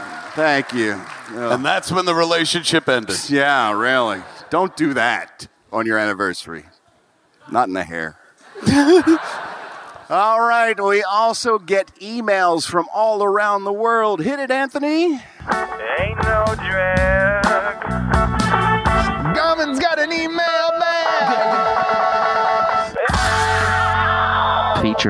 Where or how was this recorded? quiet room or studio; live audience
live audience